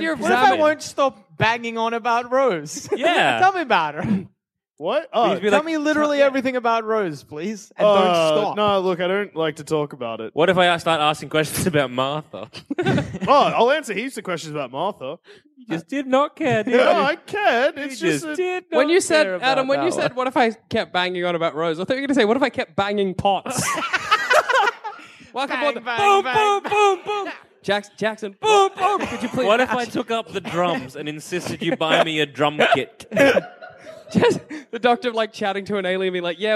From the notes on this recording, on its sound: Recorded Live at Cardiff!